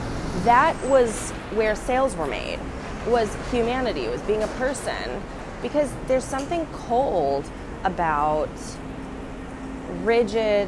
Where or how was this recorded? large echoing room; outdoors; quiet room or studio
outdoors